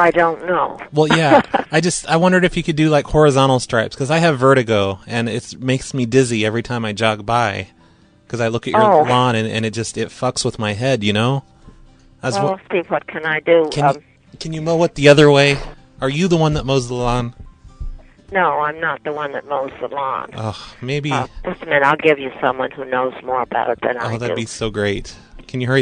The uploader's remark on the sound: Prank Phone Calls